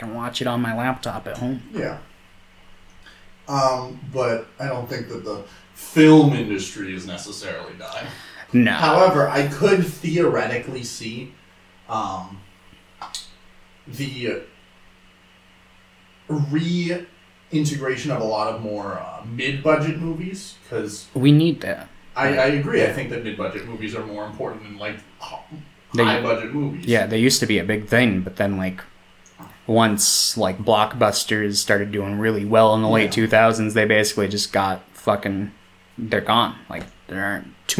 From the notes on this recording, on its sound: More problems with OUR MICROPHONES.